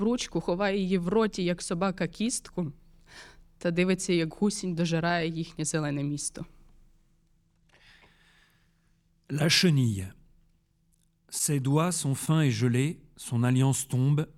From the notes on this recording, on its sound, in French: Enregistrement : Théâtre du Soleil, le 11 février 2024